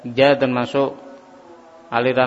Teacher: Ya termasuk aliran nafas tertahan. Begitu pula aliran suara juga tertahan. · Term: huruf ya